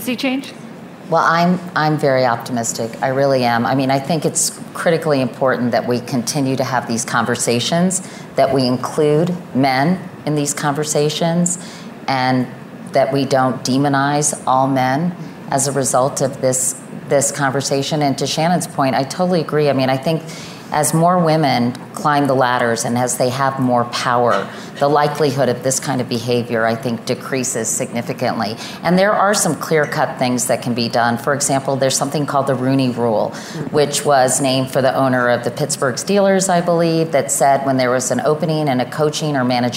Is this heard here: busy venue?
yes